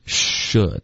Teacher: 刚刚偏一个呜,shu,嘴唇嘟起来就不对了，嘴唇放松,should,那当然发嘘的时候嘴唇需要撅一点，所以发嘘的时候嘴唇是撅的，发的时候嘴唇是放松的,should.樊若 If you're this upset, you should go and talk to her.